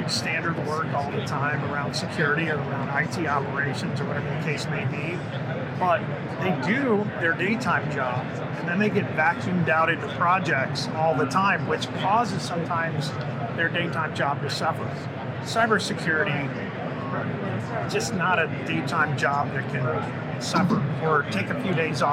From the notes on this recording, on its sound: an Interview in Action live from HIMSS 2023